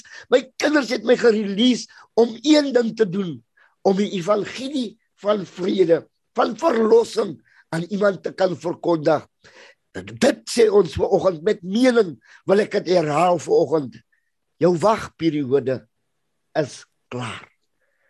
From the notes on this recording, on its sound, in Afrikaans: Zoom Byeenkoms